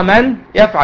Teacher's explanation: دخلت النون في الياء · Term: إدغام بغنة